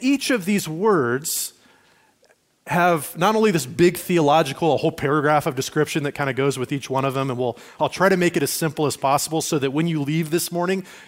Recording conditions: large echoing room